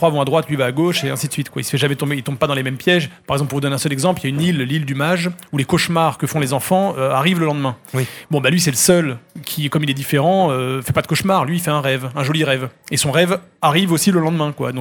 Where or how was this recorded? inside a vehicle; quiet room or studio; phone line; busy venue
busy venue